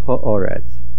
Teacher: Ha'oretz, the stress is on the aleph.